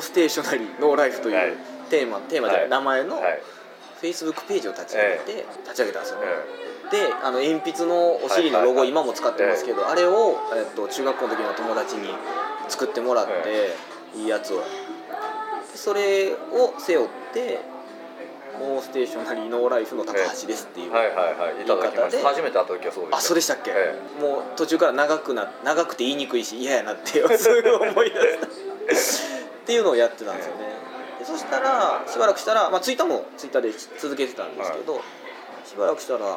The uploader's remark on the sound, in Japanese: ビジネスサロンでの収録なので周りガヤガヤしています。